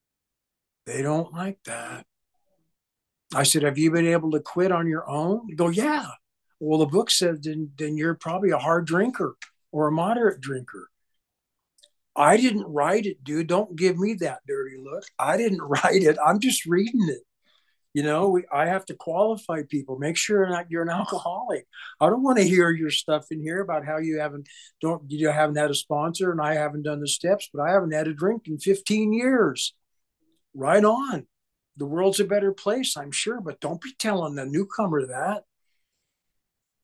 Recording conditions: video call